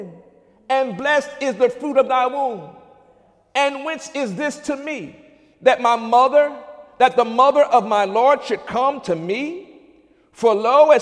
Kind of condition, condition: setting, large echoing room